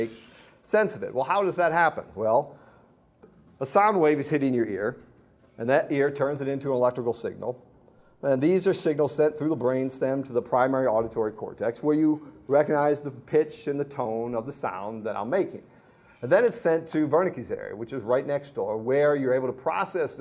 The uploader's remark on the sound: This Panel Discussion was part of the Science and Faith Lecture Series at Franciscan University of Steubenville.